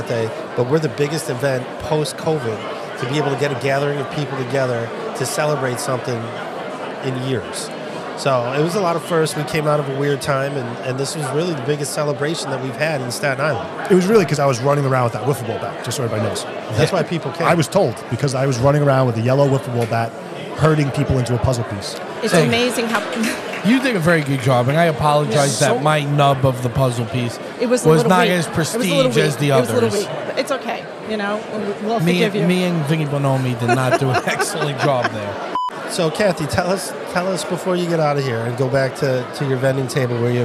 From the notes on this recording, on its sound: LIVE from the Hilton Garden Inn